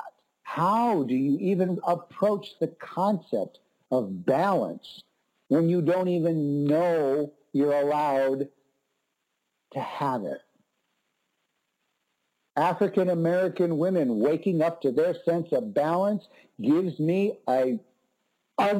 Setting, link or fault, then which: link, phone line